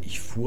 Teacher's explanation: also heute ich fuhr mit langem U